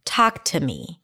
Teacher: Talk is the primary stress here.